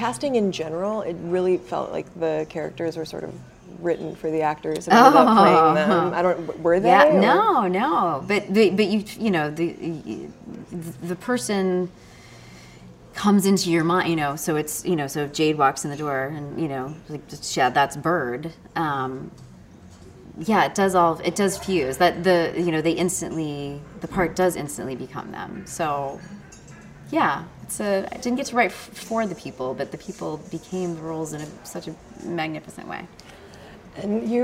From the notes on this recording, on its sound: chats with us at the 2016 Portland Film Festival